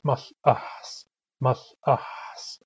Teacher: you should be able to hear that I'm pronouncing a glottal stop after the barred L